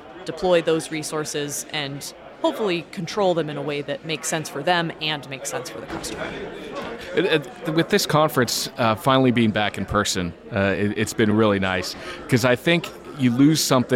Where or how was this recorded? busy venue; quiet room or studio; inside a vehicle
busy venue